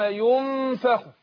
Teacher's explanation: بطن الشفه مع الثنايا العليا بيخرج منه الفاء حرف الفاء